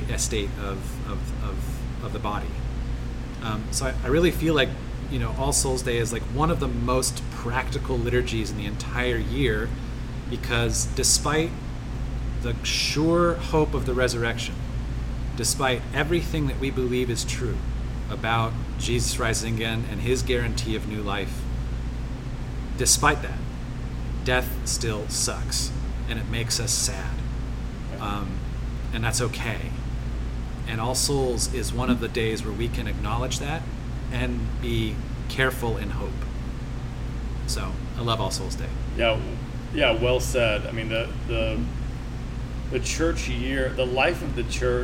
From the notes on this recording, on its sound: Recorded in location at Redlight Redlight, a brew pub in Orlando, FL!